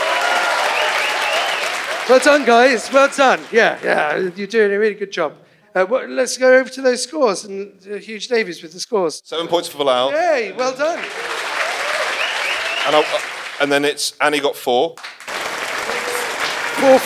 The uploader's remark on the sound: in front of a live audience